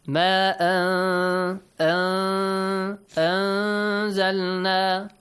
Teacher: Hide the sound of noon when you have za. · Term: ikhfa